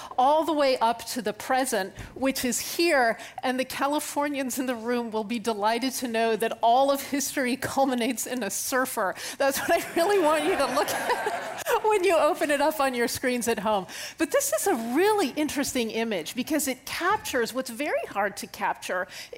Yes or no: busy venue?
yes